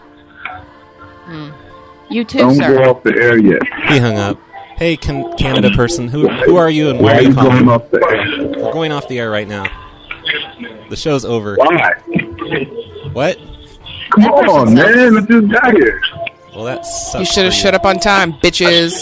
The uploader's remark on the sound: …'s Personal Prank Phone Calls Collection.